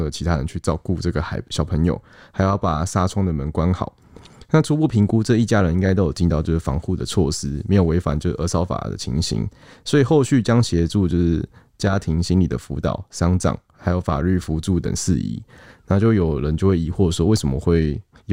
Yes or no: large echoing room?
no